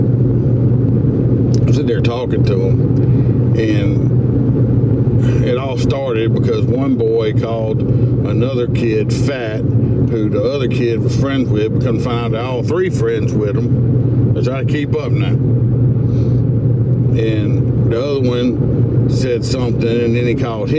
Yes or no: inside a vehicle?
yes